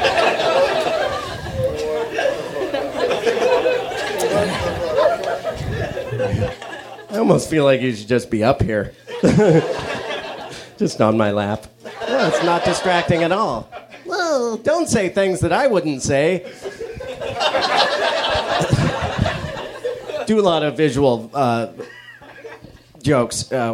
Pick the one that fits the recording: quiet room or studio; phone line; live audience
live audience